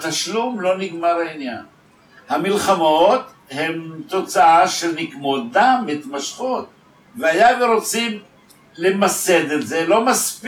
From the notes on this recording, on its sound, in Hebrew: הדברים שתשמעו כאן נאמרו לקבוצה קטנה של לומדי תרבות ערבית, ואני ביניהם, שהתכנסו ערב אחד לפני כשנה בבית הספר בכדורי. אני מתנצל מראש שאיכות ההקלטה אינה מיטבית.